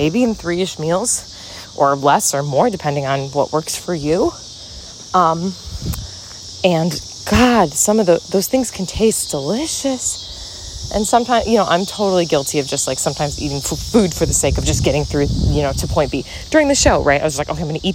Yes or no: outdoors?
yes